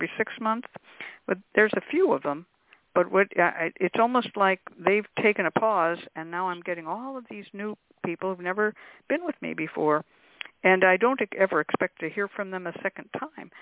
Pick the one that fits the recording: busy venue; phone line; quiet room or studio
phone line